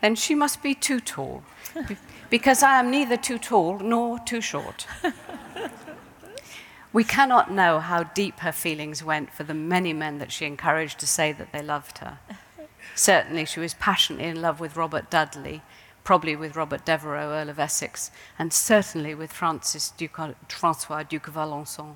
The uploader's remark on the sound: In this event, recorded in 2017.